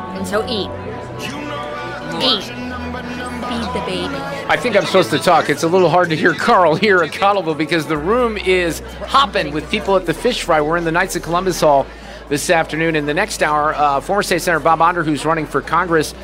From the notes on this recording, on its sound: Live from the Knights of Columbus at St. Joseph's Pezold Banquet Center in Cottleville.